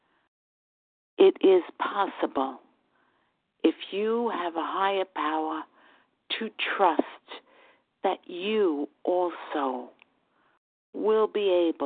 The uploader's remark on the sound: Qualification from the 100 Pounders Phone Meeting.